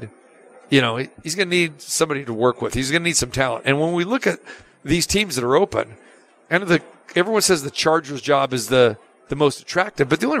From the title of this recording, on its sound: Live From the Super Book at Westgate Las Vegas